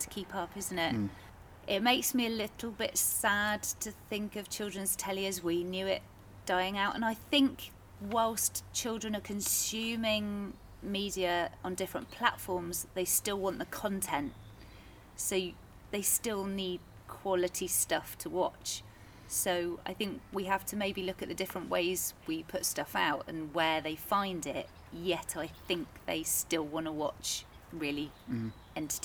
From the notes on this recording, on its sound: I headed outdoors for a natter